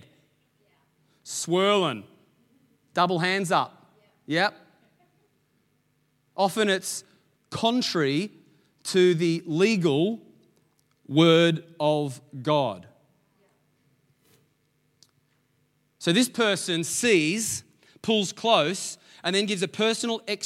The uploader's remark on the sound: Sunday May 9 Echo Church Melbourne